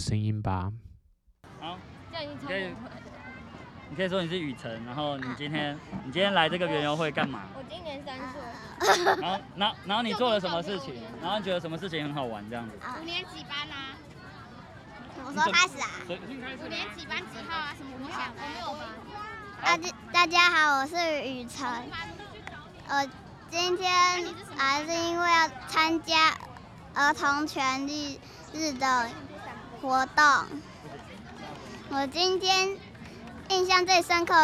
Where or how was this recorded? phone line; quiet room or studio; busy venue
busy venue